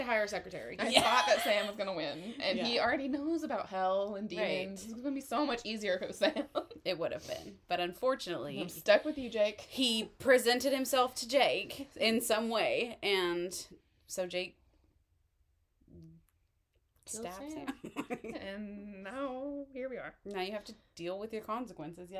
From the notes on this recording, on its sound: Sorry about the noise in the background. Parents gonna do what parents gonna do.